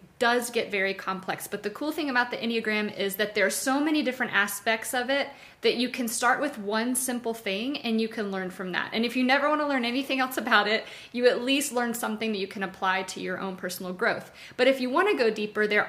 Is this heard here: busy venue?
no